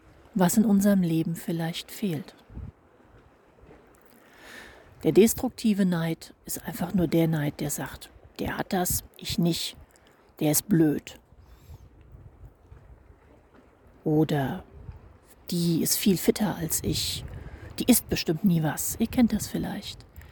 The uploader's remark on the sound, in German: Dieser zweiten Sabbatical Podcast Folge, die ich auf einem Steg im Meer sitzend in einer FastVollmondNach für euch live eingesprochen habe.